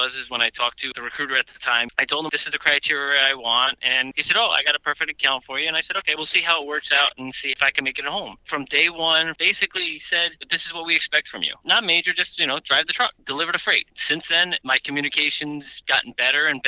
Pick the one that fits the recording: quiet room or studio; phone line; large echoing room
phone line